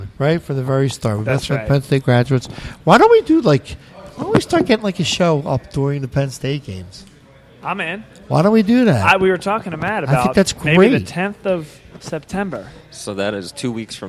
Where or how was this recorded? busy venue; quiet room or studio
busy venue